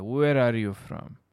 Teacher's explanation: فمو هو where، بعدين أوقف، are you from، مختلفة من where are you from. Where كأنها كلمة واحدة، where are you from.